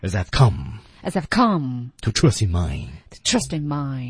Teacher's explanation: To trust in mine.对，这句话我不得不佩服这个配音演员。要是我自己处理的话，我没有想到会在 I've come 这个地方突然做一个停顿，然后再加个气息去推进 to trust inmine